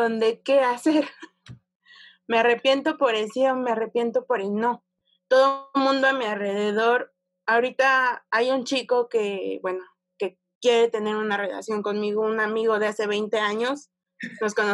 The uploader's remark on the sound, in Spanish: el fragmento de mi programa pregúntame en zoom